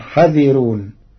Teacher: قرأ ورش كلمة حاذرون بحذف الألف بعد الحاء مع ترقيق الراء فتصير وإنا لجميع حذرون.